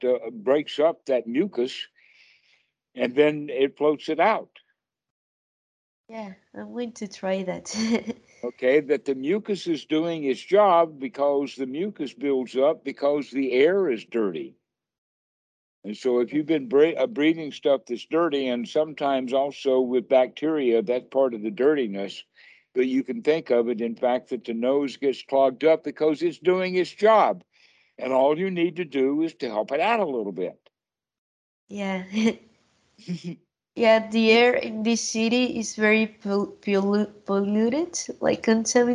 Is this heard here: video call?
yes